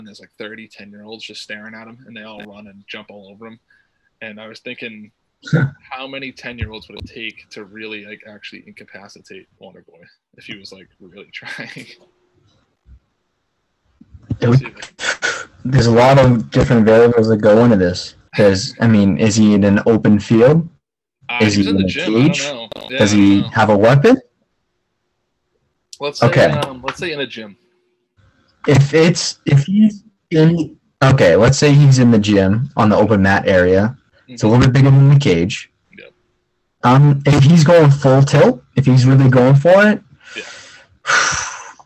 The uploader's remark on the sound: unfortunately it was shortened due to technical difficulties but we will be doing away with zoom after this week!